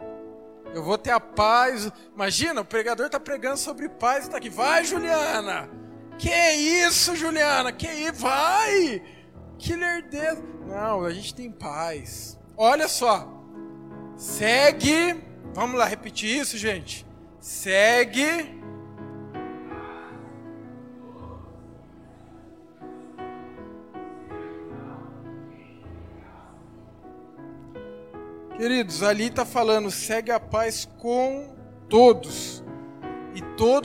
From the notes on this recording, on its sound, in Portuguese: Áudio da mensagem ministrada no Culto da Vitória. Na Igreja Cristo Salva Campinas.